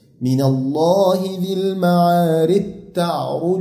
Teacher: لو وصلت تدغم الجيم في التاء · Term: الجيم مدغم